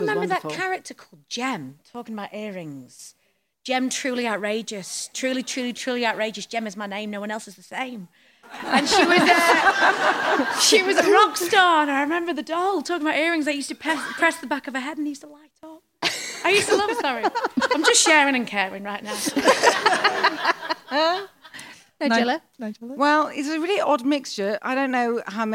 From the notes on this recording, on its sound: This episode was recorded in front of a live audience at Leicester Square Theatre.